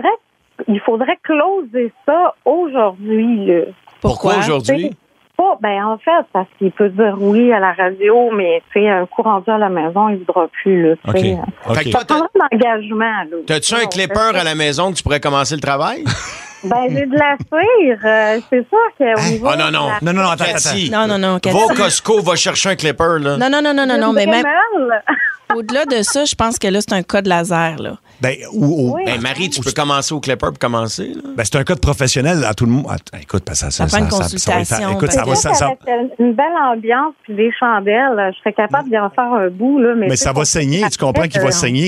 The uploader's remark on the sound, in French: on fait appel aux meilleurs délateurs au téléphone